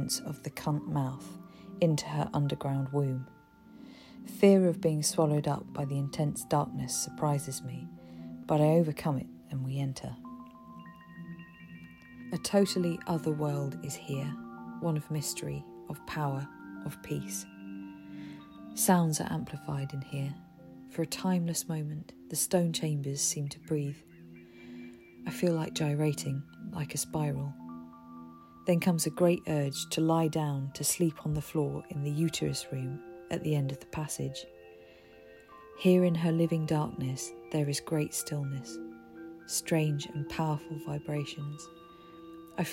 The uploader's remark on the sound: The Avebury Enigma is a guided walk, audio collage and exploration of the sacred landscape at Avebury. We walk, dowse, and record the stones and landscape.